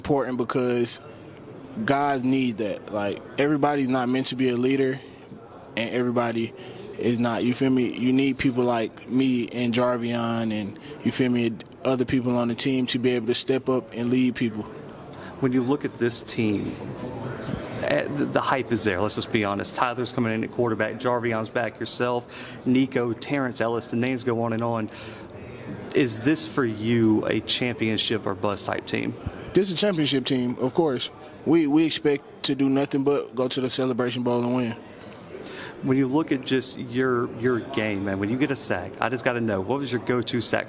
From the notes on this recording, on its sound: The Bluebloods are live from SWAC Media Day in Birmingham, Alabama.